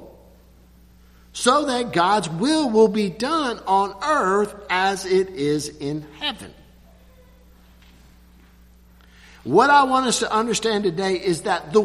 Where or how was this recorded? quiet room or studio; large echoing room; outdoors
large echoing room